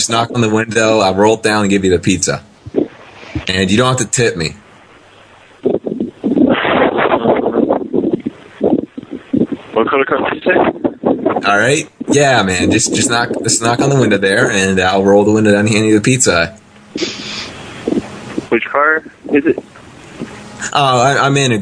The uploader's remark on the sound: RBCP's Personal Prank Phone Calls Collection